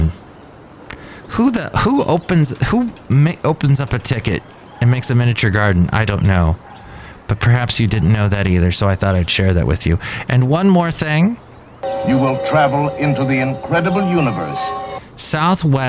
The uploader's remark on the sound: podcasts live from Cafe Anyway